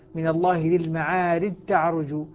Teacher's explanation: فهنا الجيم أدغمت في التاء، وهي طبعا إدغام كامل أصبحت تاء مشددة